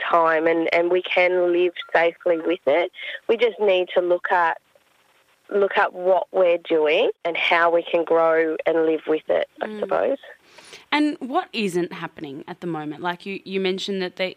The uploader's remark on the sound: phones